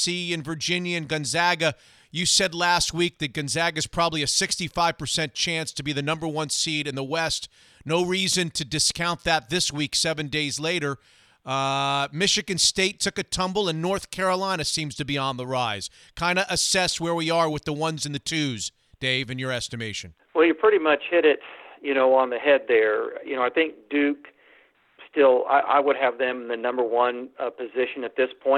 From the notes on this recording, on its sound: calls in to the show for the first time